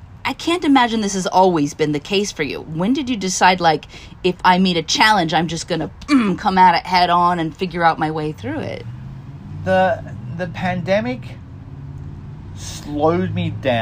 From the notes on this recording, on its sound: takes a moment on my front porch